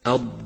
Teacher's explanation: لاحظ صفة الاستطالة لحرف الضاد في كلمة الضالون، فهي صفة قوة لهذا الحرف، والضاد هو الحرف الوحيد لصفة الاستطالة.